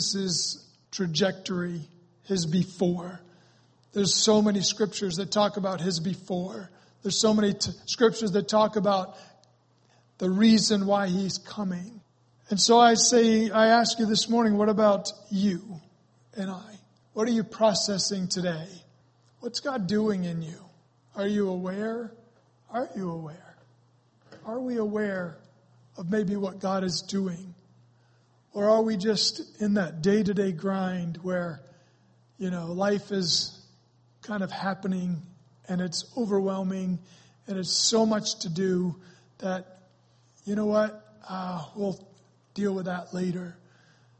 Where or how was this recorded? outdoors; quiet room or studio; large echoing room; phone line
large echoing room